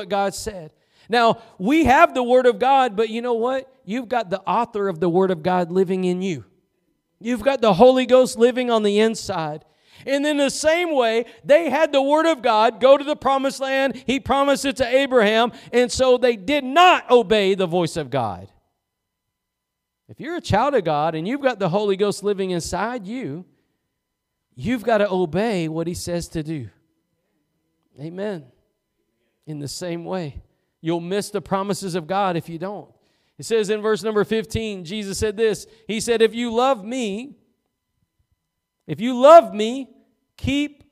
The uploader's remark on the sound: Preached at Gospel Lighthouse in Bossier City, La.